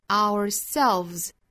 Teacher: ourselves 这个单词尾部的这个 s 依然是读浊音的